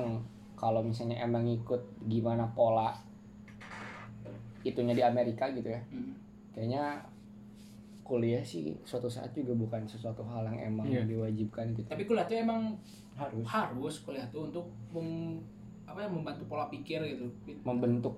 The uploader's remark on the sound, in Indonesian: maap banyak suara bocor belum mampu beli mic.